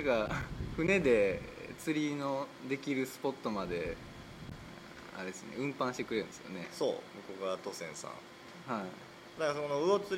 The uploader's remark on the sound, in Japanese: 第3回は尼崎の南端、隠れた？名所である魚つり公園にて収録しました。短パンでサンダルの釣り人、夕陽に映える赤い突堤、左を向けば工場地帯。そして蚊に負けた男たちの無念。